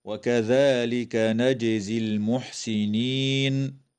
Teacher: تقلقل الجيم وصلا ووقفا في كلمة نجزي، وتنتهي الآية اتفاقا عند كلمة المحسنين، والوقف عليها من قبيل الوقف الكافي.